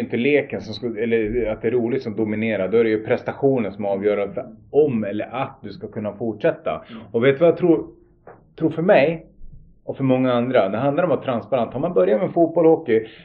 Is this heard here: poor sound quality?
yes